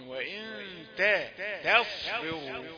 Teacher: بعض الناس يعني عندما يلتقي يعني مرقق بمفخم يظلم هذا المرقق. يعني التاء قبل الصاد، التاء مرققة والصاد مفخمة · Term: التاء الرقيقة